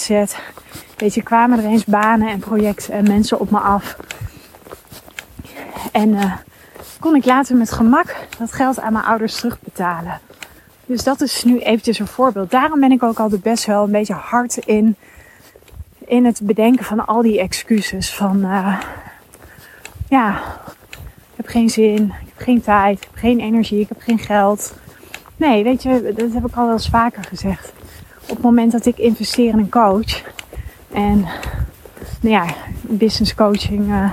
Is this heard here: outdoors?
yes